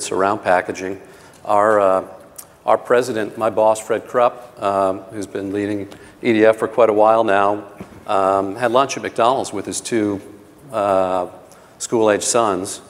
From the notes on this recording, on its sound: The best of live interviews from GreenBiz events.